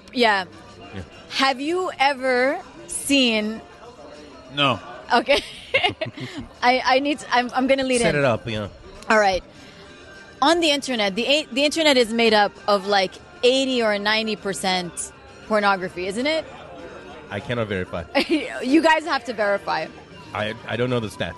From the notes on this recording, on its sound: Here is the second part of the recording at One Life Cafe in Dubai.